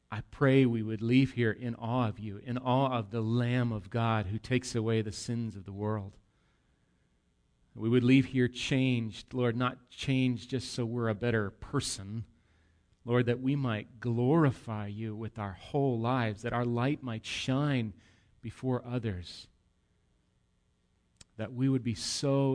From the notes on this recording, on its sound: Recorded live at Bethany Bible Church on 8/19/18